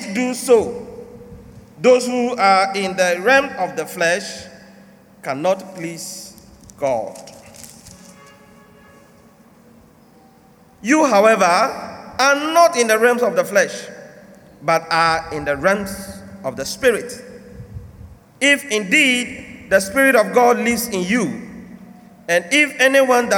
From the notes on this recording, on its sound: Message preached at CBC Shiashie Campus